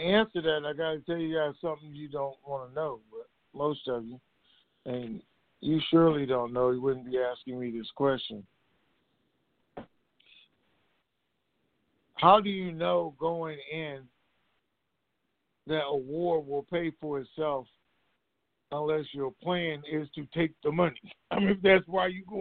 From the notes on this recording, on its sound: TNTSuperfantastic Conference Call